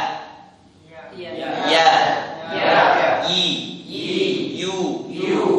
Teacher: lidah bagian tengah itu naik. · Term: huruf iya